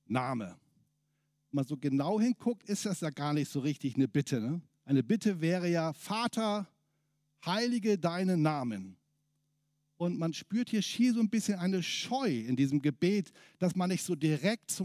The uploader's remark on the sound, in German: aus dem MBG-Gottesdienst der Missionsberg-Gemeinde (LM)